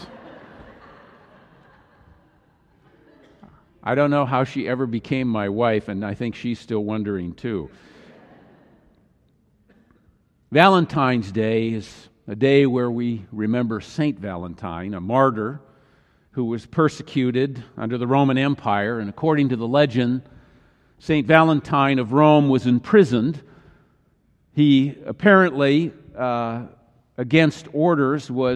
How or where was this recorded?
large echoing room